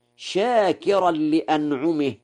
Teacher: قرأ ورش شاكرا لأنعمه بترقيق الراء